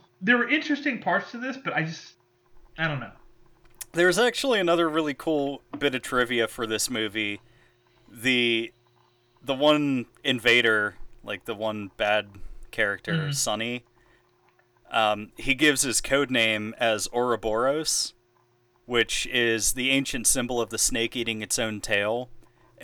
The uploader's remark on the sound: This week, we had a hell of time producing this episode. Technical issues aside.